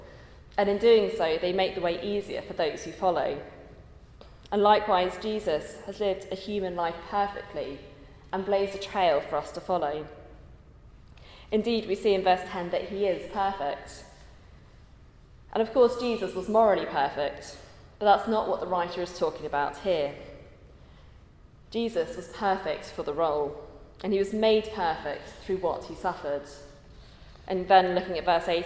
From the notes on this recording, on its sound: at a Christians in Parliament Chapel Service which was held in the Chapel of St Mary Undercroft